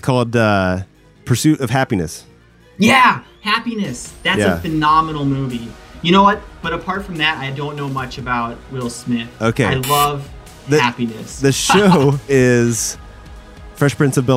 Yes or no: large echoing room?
no